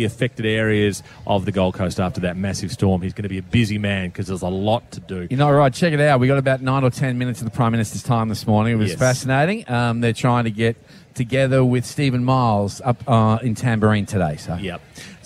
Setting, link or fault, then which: setting, outdoors